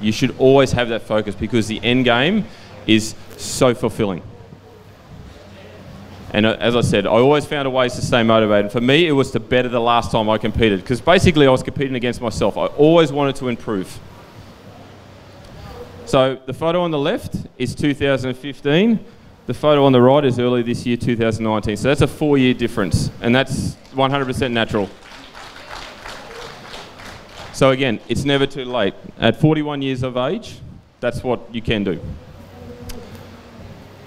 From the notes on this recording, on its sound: CONNECT Fest'19 Goa India. The audio to his speech from the Connect Festival in India in December 2019.